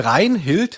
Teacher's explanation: es wird natürlich mit T gesprochen, Auslautverhärtung